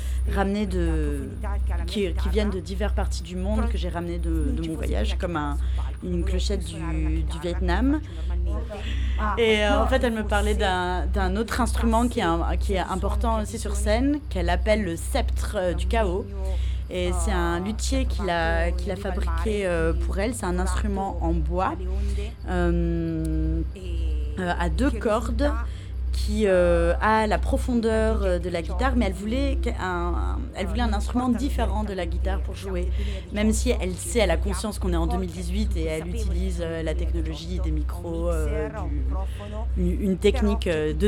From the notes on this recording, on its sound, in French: Court documentaire sur l'enregistrement du rituel. Au café central à Bruxelles.